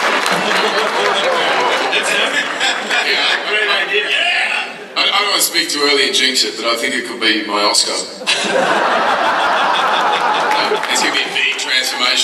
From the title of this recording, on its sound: Comicon Marvel Panel 2014